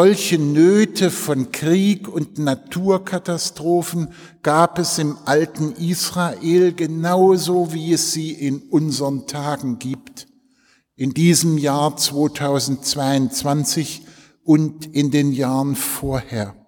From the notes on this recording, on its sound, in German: im Zentralenreformationsfestgottesdienst in der Detmoler Martin-Luhter-Kirche